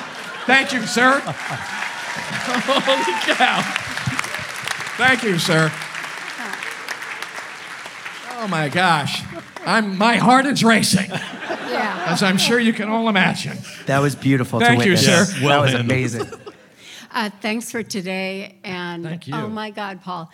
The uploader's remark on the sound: Answer the weirdly awesome questions from our live audience at Sketchfest 2024.